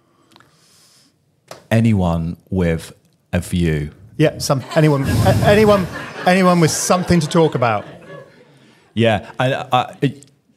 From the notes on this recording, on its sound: SimCast - Live From HPSN 2023. Present their podcast live from the Human Patient Simulation Network 2023 Conference in Nottingham.